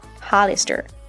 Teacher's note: 较便宜，衣服的风格也比较年轻化。那这个 Hollister 也是美国加州一个城市的名字，大家知道吗？大概也是因为这样的关系啊， Hollister 店里有许多阳光、沙滩、冲浪风格的服饰啊。我们注意一下，这个词的重音是在第一个音节，而第一个音节的 O 啊发短元音 A，而字母 I 发短元音 I，啊尾缀 ER 发卷舌音 R